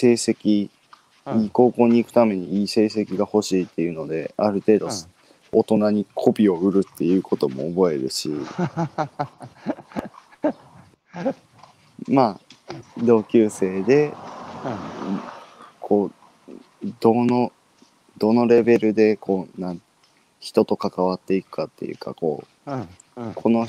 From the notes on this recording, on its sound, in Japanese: 歩くラジオ。歩きながら1時間、対談する。